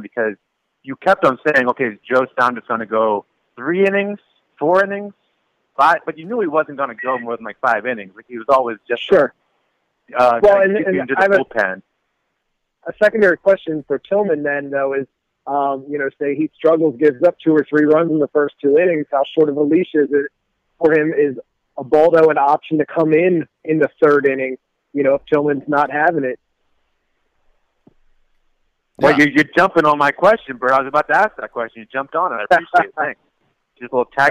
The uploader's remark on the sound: take to the phone